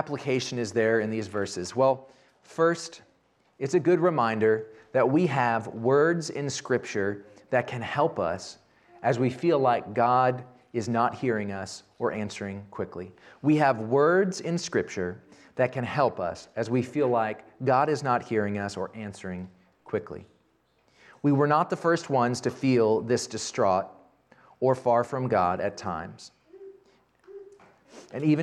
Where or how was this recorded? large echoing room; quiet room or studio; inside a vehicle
large echoing room